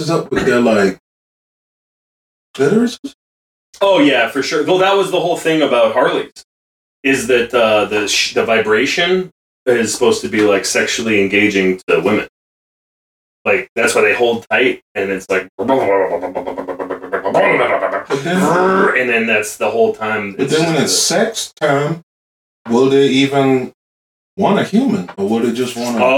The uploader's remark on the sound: had some technical difficulties, so this week’s episode may sound slightly different